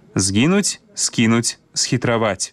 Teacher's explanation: пры літаратурным вымаўленні няма памякчэння гукаў «з» і «с» перад мяккімі заднеязычнымі «е», «кі» і «хі».